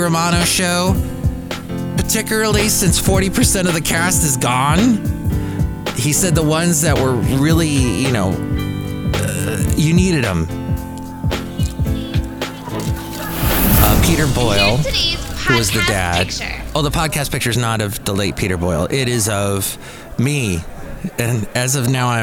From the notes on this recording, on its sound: podcasts live from Café Anyway